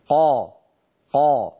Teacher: لاحظوا الفرق بين الثلاثة، لاحظوا أن الحرف الصورة التي على اليمين الصوت محصور بين الحنك واللسان ومتجه إلى أعلى، فهو من جهة مطبق ومن جهة مستعلي، بينما الصورة التي في وسط اللوحة نعم الحرف مستعل ولكنه ليس مطبقا، مستعل ولكنه منفتح، قا قا، ليس هناك انحصار للصوت. أما الصورة التي على يسار اللوحة فالحرف فيها مستفل بمعنى غير مستعل وهو أيضا منفتح.